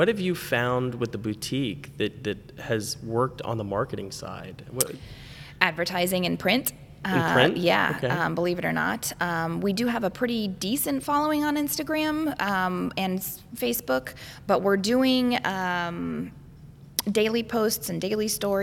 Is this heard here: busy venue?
yes